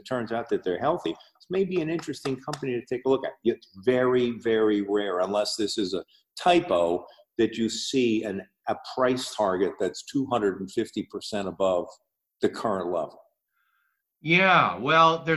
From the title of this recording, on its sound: Test Show with Zoom